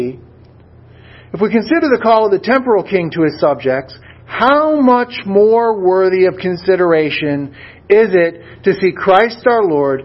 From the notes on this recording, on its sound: A Sermon Delivered at Swordbearer Chapel - VFW 8541, San Antonio, Texas.